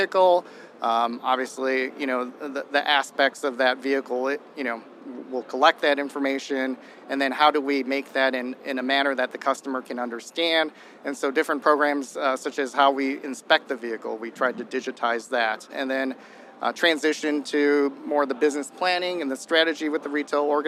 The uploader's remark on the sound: In this episode live from CES 2024